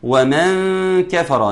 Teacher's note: نون بعدها حرف الكاف إخفاء بغنة